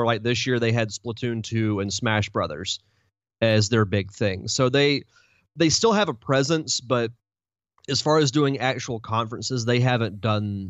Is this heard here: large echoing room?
no